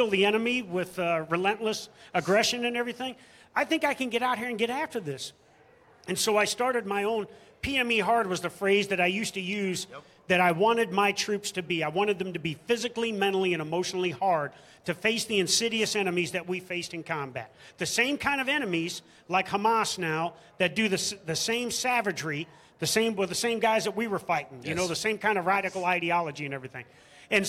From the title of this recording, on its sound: Live from MIC 2023